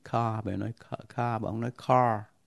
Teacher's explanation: Trong tiếng Anh Mỹ đó thì âm R đó, âm A đó ở cuối chữ hầu hết là được phát âm và được đọc lên. Còn trong tiếng Anh Úc và Anh thì âm R đó lại thường câm, không đọc, bị nuốt hoàn toàn.